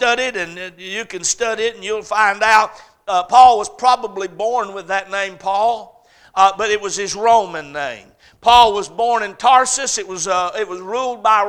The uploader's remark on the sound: A message preached at Crossroads Baptist Church